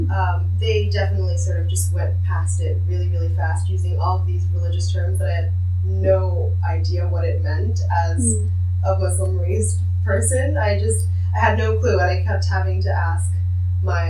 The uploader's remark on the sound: The sound quality of this episode is quite bad, apologies for that. We are hoping to invest in better sound equipment in the future.